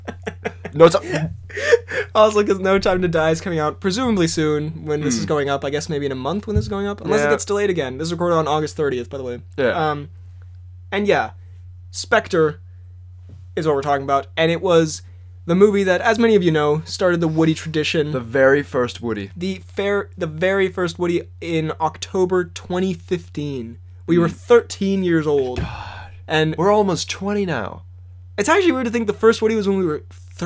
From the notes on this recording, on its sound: Sorry about a little bit of background hum in this one, something must have gone wrong with the mic but hopefully it’s not too distracting!